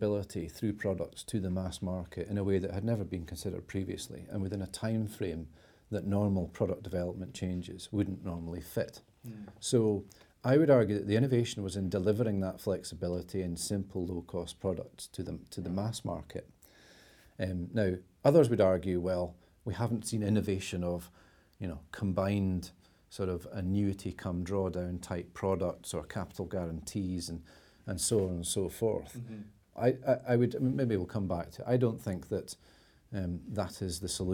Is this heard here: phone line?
no